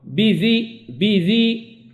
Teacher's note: لا بهم فاحرص على الشدة بهم، قال بذي كذلك الذال، لكن الذال مجهور لكنه رخوي